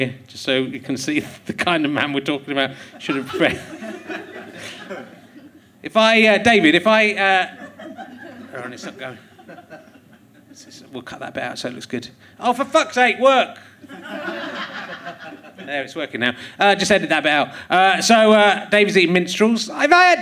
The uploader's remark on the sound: Leicester Square Theatre Podcast